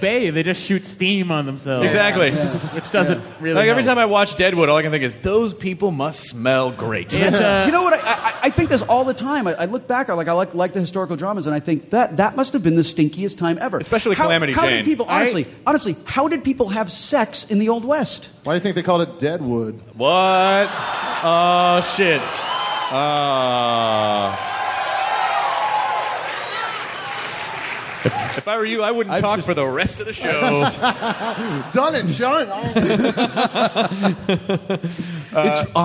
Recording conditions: live audience